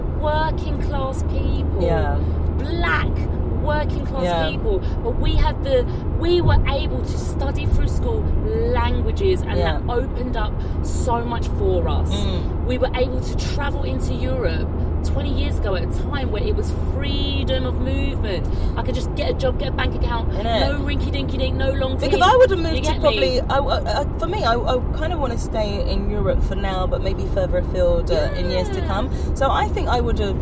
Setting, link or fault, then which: setting, inside a vehicle